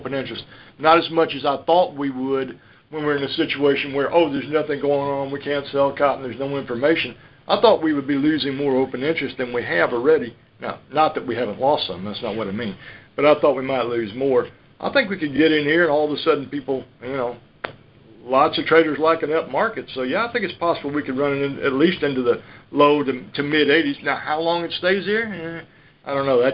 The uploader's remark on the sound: Monthly Conference Call On Cotton.